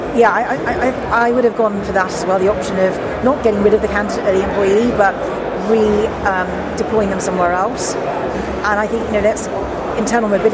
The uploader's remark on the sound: Interviews from Paris. This day two interview from the Paris show.